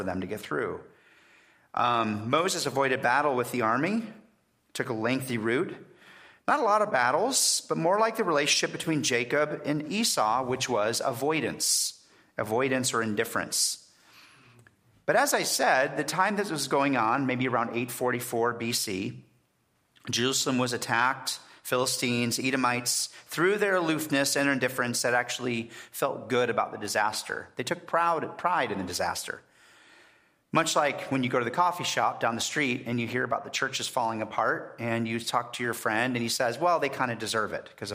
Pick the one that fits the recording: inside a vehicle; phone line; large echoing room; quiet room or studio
large echoing room